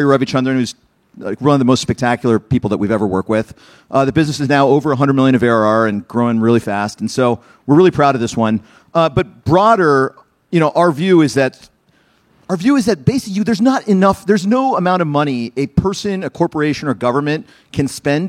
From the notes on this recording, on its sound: Recorded March 2, 2022 at the Upfront Summit